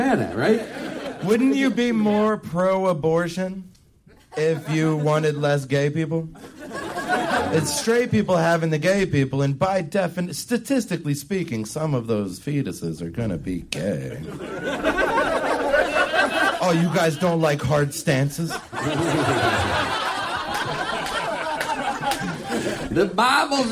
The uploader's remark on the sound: From The Comedy Attic in Bloomington, Indiana! Live from Indiana!